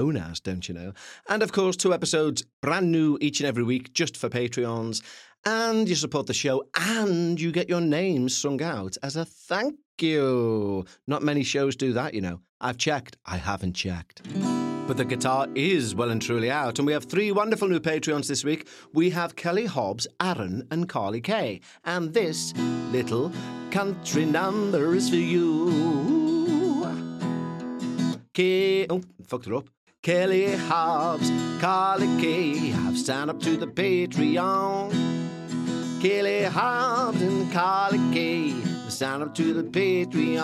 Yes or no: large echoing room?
no